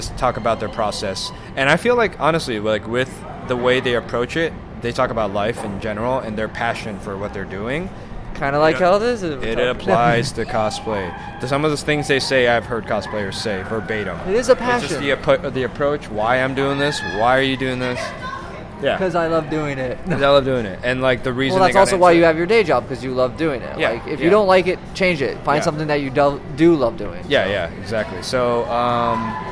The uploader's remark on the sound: This was recorded on Sunday at Anime California 2016. On location episode.